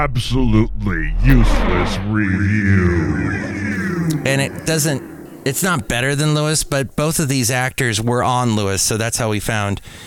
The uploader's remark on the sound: podcasts live from Café Anyway